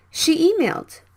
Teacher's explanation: the same E sounds. So you can skip one.